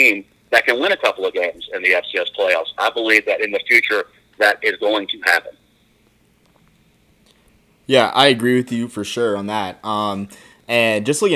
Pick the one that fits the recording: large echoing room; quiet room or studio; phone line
phone line